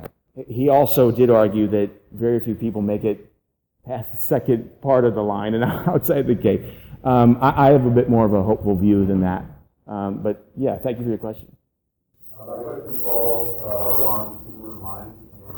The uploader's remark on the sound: This is a low fidelity audio recording of the panel. At SXSW in Austin, Texas as part of the IEEE Tech for Humanity Series.